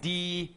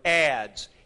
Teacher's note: Zeta is pronounced with a D, Z, Zeta, Z.